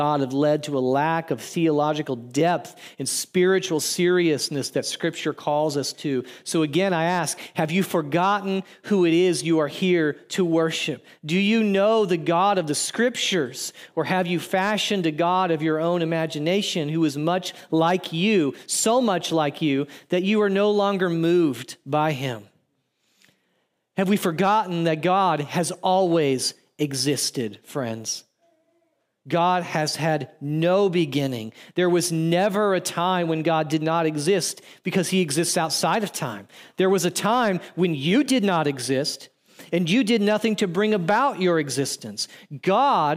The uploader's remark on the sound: audio from New City Church in Champaign-Urbana, IL